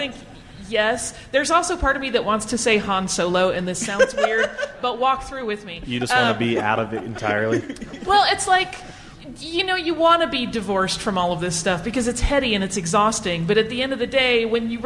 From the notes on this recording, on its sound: Recorded at Salt Lake Comic Con. Took questions from the audience.